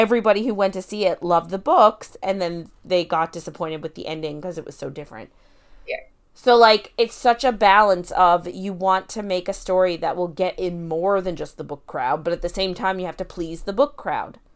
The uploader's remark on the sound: Sorry about sound this week! We had a mic issue and didn't realise it!